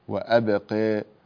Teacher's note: هنا في والآخرة خير وأبقى، هنا القاف بما أن الألف التي بعدها ممالة فالقاف سينزل أو تنزل درجة تفخيمها